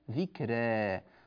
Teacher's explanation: وقد تكون راء مرققة ومقللة